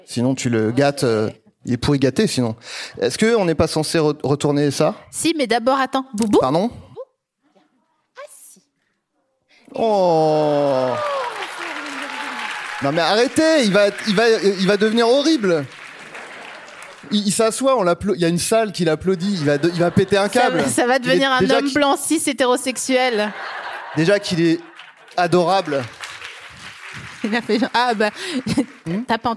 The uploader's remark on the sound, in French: Produit par Binge Audio, enregistré en avril 2022 à la Scala Paris.